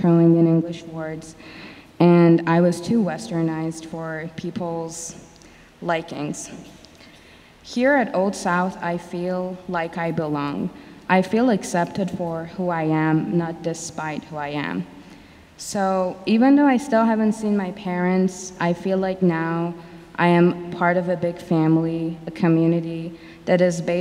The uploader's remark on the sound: Sermons from Old South Church in Boston